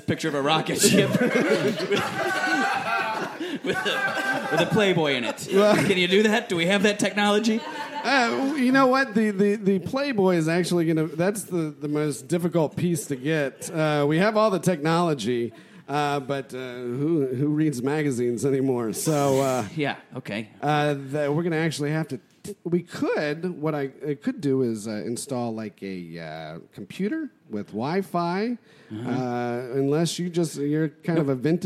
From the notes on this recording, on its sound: Recorded Live with Chinese Menu Comedy.